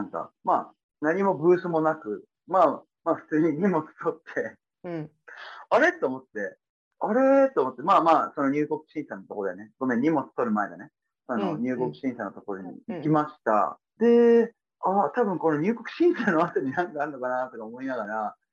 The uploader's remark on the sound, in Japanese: 音質があまり良くないため、聴きづらかったら申し訳ありません･･･